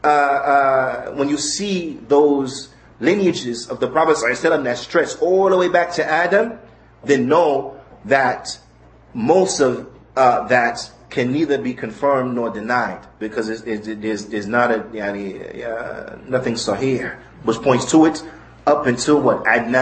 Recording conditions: large echoing room